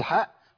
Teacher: بيخرج من نفس المخرج اللي بيخرج منه حرف العين اللي اتكلمنا عنه في اللقاء السابق، من وسط الحلق